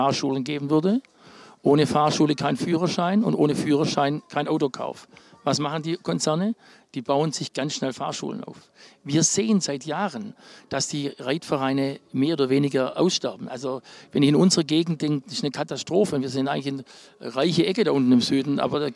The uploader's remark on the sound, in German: Dieses Gespräch wurde im Zuge der Bundeschampionate im September 2023 in Warendorf aufgenommen.